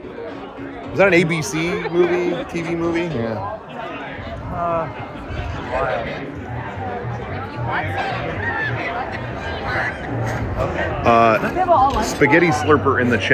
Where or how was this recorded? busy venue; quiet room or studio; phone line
busy venue